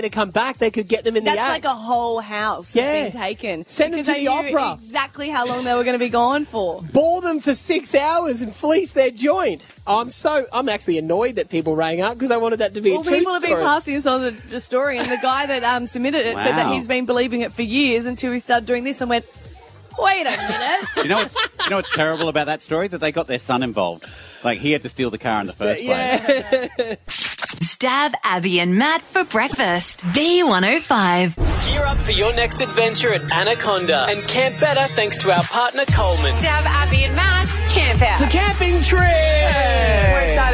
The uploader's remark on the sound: LIVE From our Camp out! YO WE CAMPING Y'ALL.